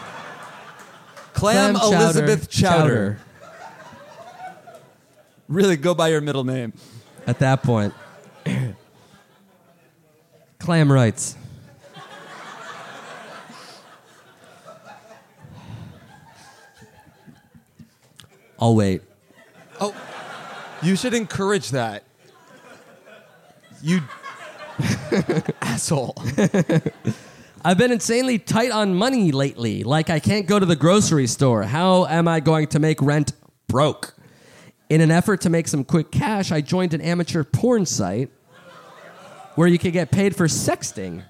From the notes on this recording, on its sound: Live in Austin, TX! Live from SxSW.